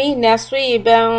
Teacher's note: إخفاء soft keep the tongue close to the مخرج of فاء